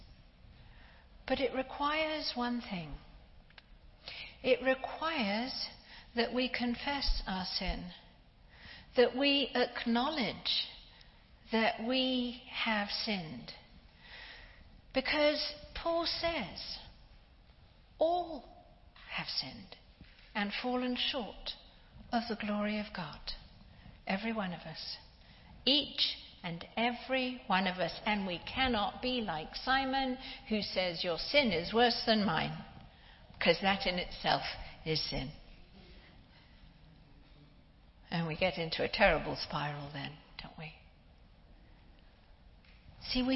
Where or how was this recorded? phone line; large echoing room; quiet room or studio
large echoing room